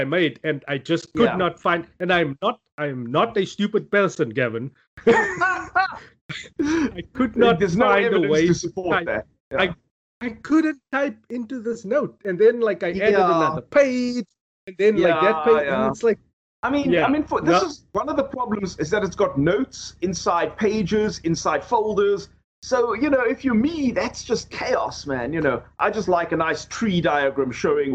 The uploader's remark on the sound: Recorded via Skype